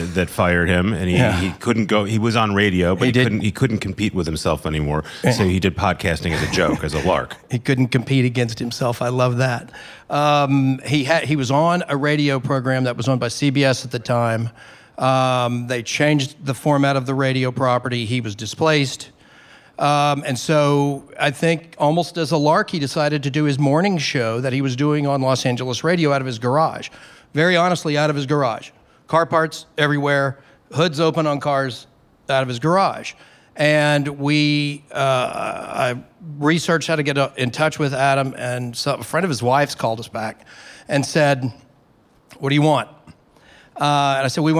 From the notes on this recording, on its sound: In front of a live audience at South by Southwest.